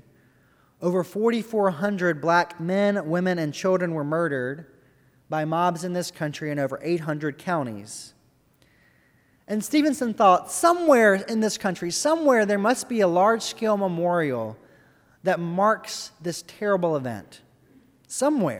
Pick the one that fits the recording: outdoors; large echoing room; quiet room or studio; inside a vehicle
large echoing room